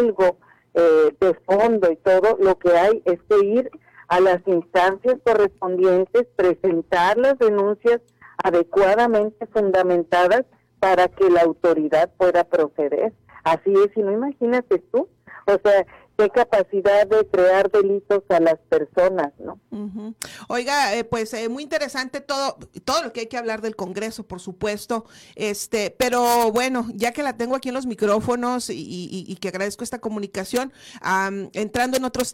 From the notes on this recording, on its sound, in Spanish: Entrevista telefónica Oreja 102.5 FM. Cajeme.